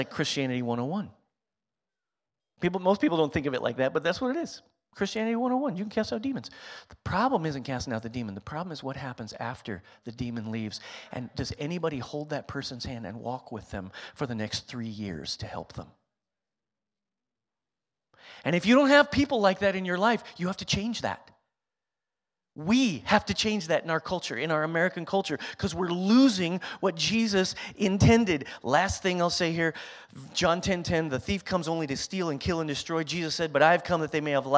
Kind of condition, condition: setting, large echoing room